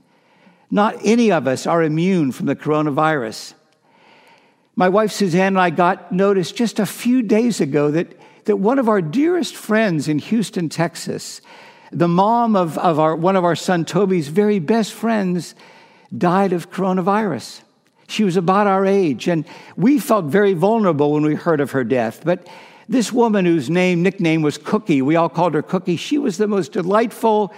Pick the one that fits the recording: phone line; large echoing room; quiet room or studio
large echoing room